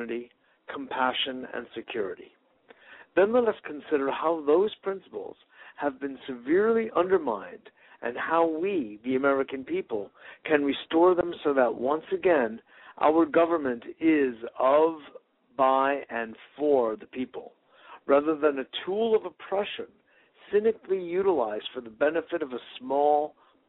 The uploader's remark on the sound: Today is a chance for listeners to call